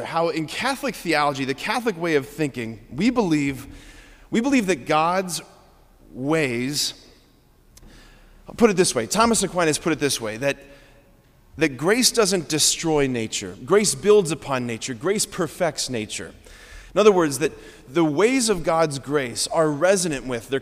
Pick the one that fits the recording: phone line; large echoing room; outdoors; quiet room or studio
large echoing room